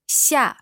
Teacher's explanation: fourth tone. So that's the one that's coming down.